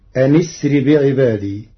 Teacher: قرأ ورش كلمتي أن أسر بوصل همزة أسر مع كسر النون فتصير أن أسر بعبادي.